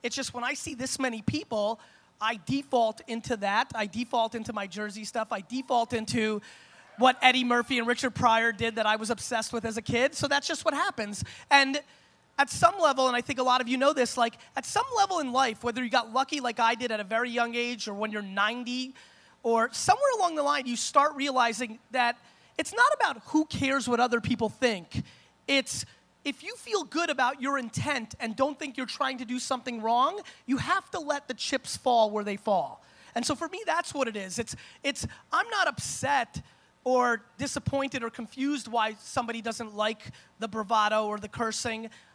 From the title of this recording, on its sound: Propeller Fest Keynote 2016